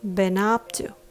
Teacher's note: Been up to also has three syllables, and the rhythm goes ta da da.